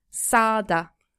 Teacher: So the G itself has no sound. It just stretches the sound before it. · And so you take that A, that ah sound. And make it a longer sound. You draw it out.